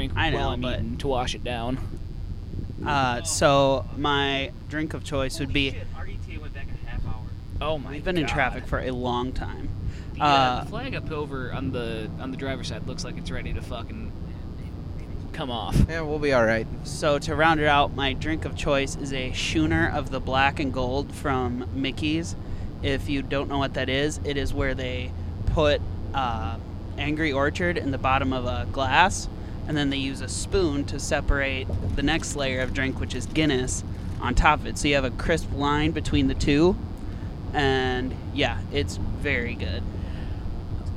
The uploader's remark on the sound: We recorded live on the way to Columbus